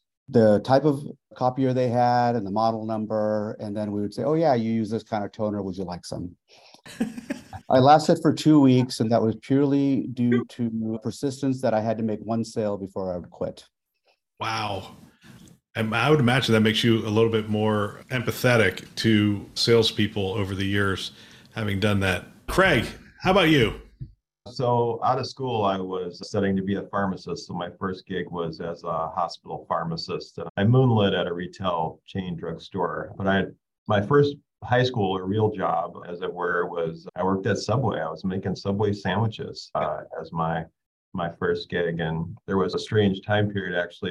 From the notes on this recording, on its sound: A Live Webinar